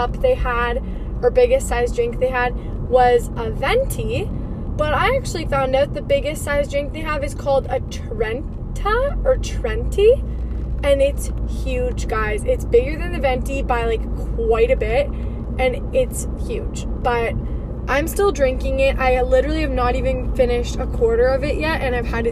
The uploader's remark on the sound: In today’s episode i am driving while podcasting.